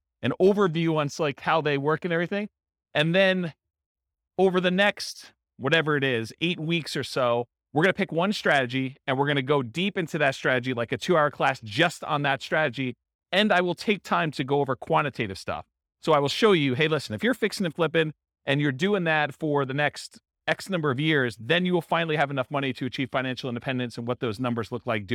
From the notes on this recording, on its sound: This was a live class recorded. Casper, Wyoming.